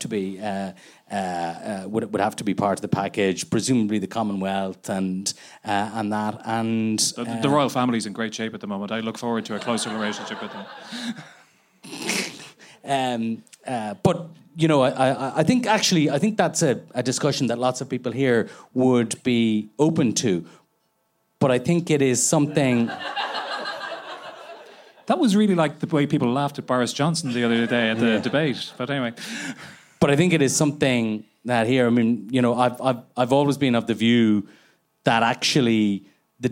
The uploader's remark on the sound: Live on stage at the Dublin Podcast Festival.